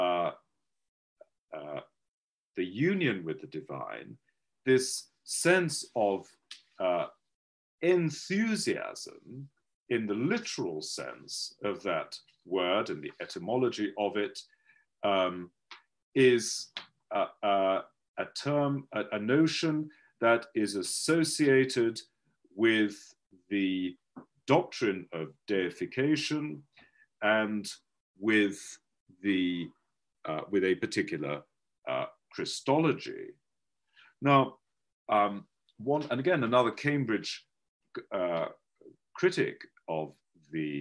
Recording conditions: video call